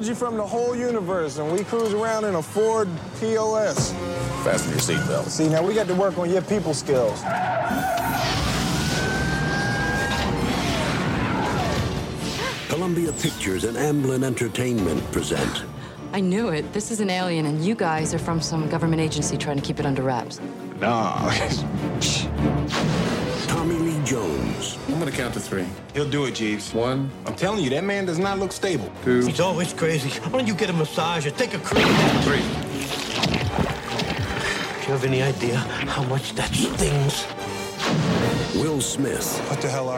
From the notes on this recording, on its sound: LIVE at Blerd City Con 2019 at St. Francis College in Brooklyn, NYC.